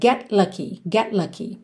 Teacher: A língua já tá no céu da boca pro T de get, já sai pro lucky.